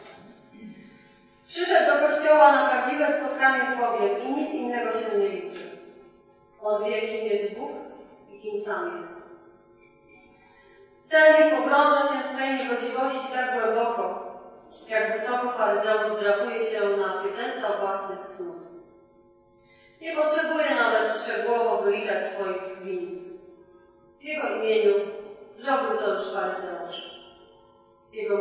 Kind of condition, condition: fault, poor sound quality